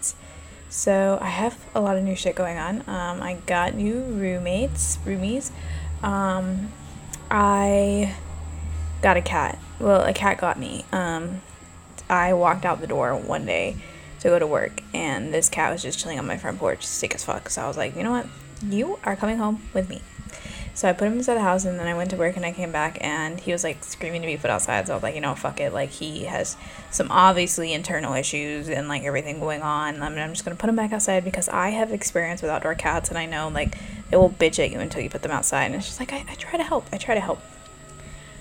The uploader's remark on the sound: I am so sorry about the noise my new neighbors love playing music all hours and my jazz music is trying to block it out